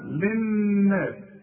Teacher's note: النون لازم تشدد لازم تغن